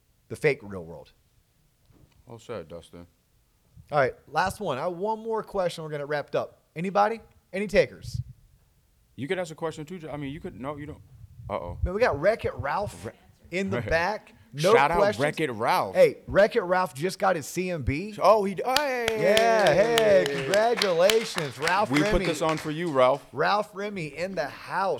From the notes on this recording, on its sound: Live From NAMMBA. This episode was recorded in front of a live studio audience.